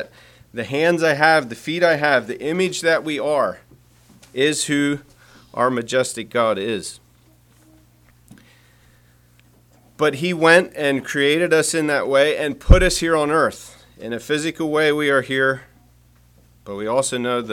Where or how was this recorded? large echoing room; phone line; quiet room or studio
large echoing room